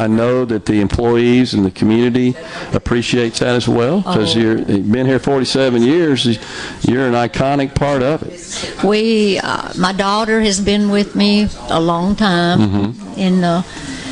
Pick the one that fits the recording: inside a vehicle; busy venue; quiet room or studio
busy venue